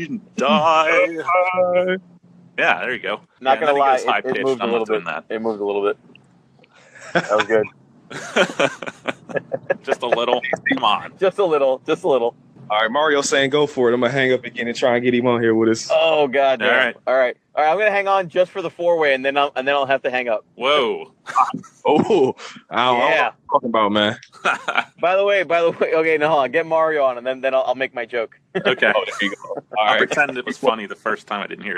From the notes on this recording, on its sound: We found out about a new app that can record multiple people at once over the phone.